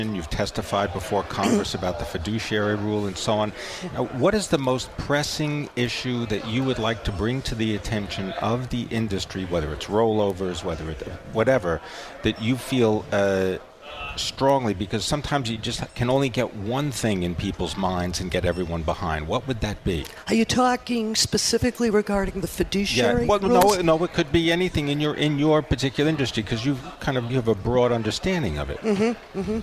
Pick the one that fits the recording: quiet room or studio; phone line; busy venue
busy venue